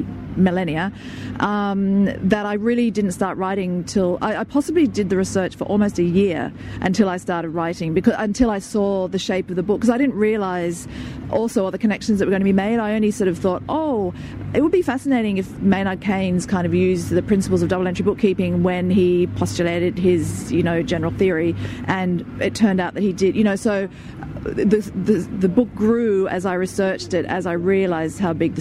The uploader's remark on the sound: at the Sydney Writers’ Festival